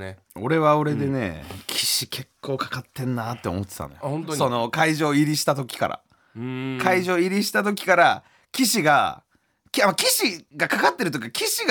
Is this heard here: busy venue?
no